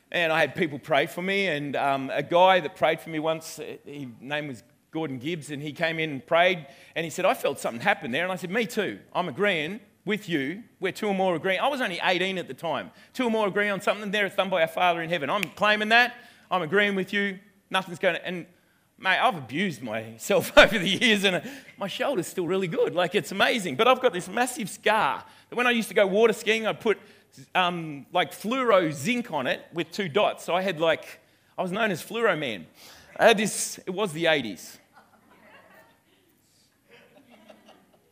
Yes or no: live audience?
yes